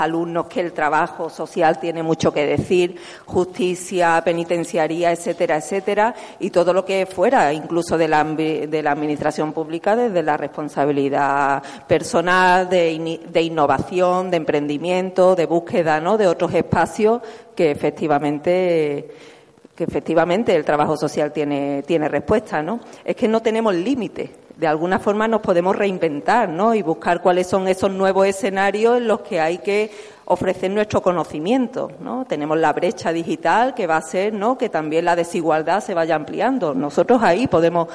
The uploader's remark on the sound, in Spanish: Programa de radio grabado en el salón de actos de la Facultad de Estudios Sociales y del Trabajo de la Universidad de Málaga.